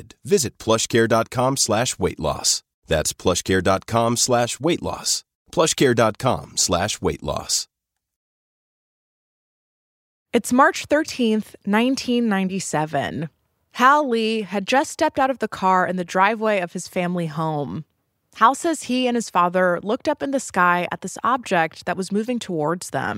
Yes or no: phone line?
no